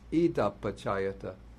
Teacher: And what happens with idang plus pachaya is that the ung gets assimilated to the p, so it becomes ida pachayata.